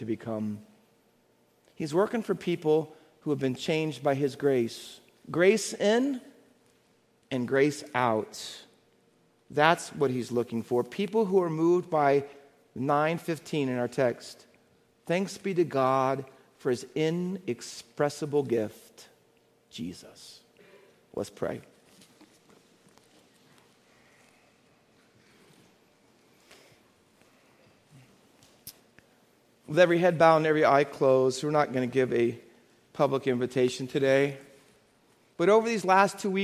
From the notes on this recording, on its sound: Faith Baptist Church in Hamilton, NJ.